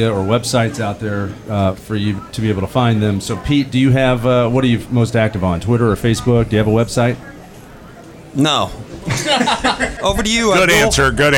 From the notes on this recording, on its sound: Recorded live on location at the Brownsburg American Legion, featuring A Night Of Comedy to benefit the Brownsburg Older Adult Alliance.